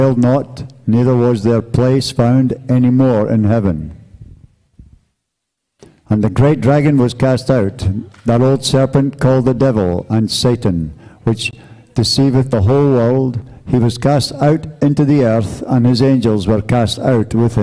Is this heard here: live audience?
yes